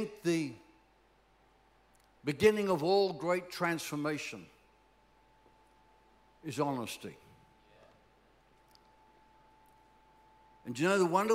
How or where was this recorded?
large echoing room